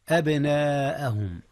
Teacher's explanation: أبناءهم، أولا هنا قلقلة في الباء